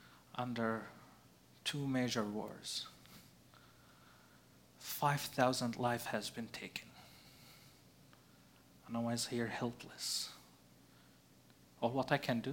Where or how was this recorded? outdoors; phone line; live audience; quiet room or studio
live audience